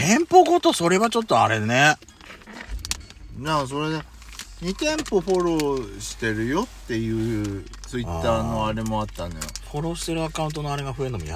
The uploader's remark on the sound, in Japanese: 2人組。パーキング収録。